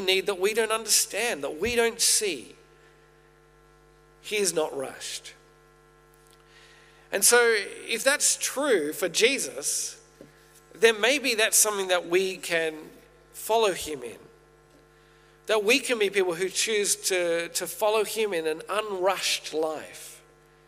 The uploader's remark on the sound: Originally preached at St A's Merri-bek in June 2023